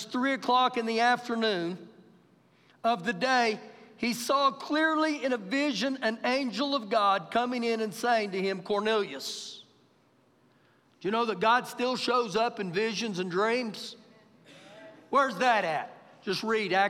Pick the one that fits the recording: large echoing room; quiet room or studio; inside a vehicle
large echoing room